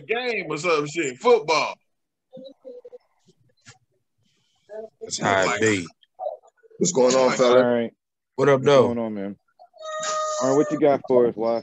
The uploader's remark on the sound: We were bored and decided to do a zoom meeting together.